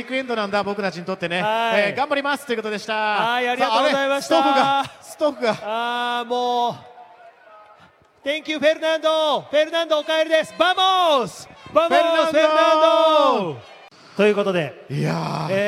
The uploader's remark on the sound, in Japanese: 2017 FIA F1世界選手権シリーズ日本グランプリレース。5日木曜日に行われたドライバーサイン会から、一部ドライバーの挨拶など臨場感たっぷりの音声を交えてお送りします。